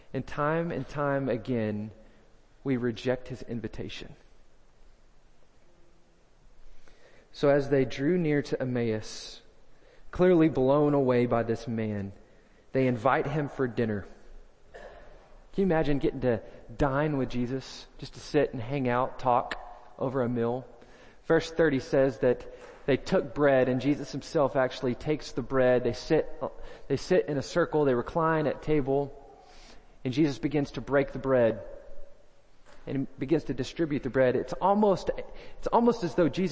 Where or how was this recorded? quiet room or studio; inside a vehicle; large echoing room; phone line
large echoing room